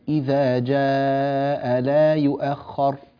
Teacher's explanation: هذا المد زائد، إذا جاء لا يؤخر، أربع حركات فقط